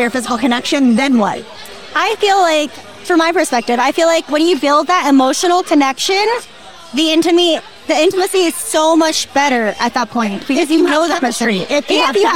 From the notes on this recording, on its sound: Recorded at American Social Las Olas.